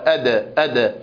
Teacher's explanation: وأما كونها شديدة يعني ينحبس صوتها في خروجها من مخرجها، أد تخلصت العرب من الشدة التي في الدال عن طريق القلقلة